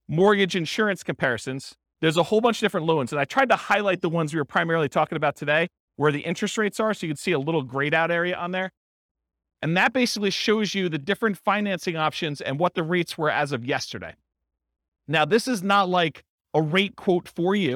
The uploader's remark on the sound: This was a live class recorded